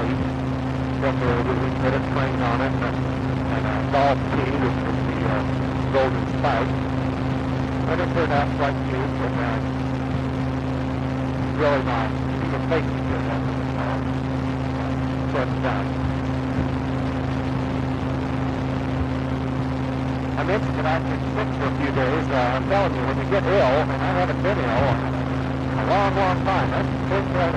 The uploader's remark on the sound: Driving home from work. Poor audio quality.